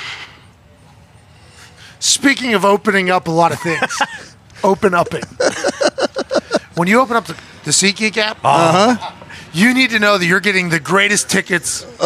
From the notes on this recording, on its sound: LIVE from Colts/Browns Training Camp. LIVE from Colts training camp as they welcome in the Cleveland Browns for a joint practice.